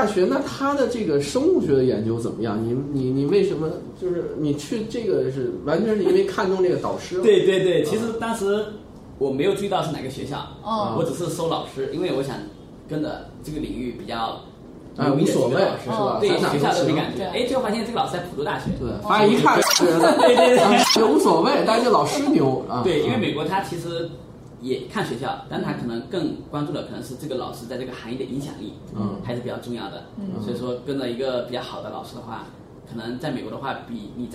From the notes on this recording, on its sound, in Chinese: 本期节目为在张大妈办公区用录音笔录制，可能有街道上的杂音，请见谅。